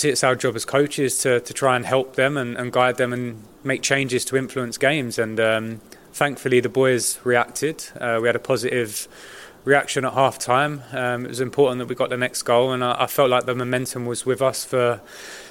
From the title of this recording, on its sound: FULL PRESS CONFERENCE